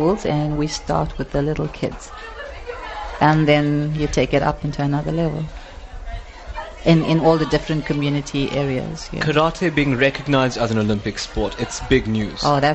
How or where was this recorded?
busy venue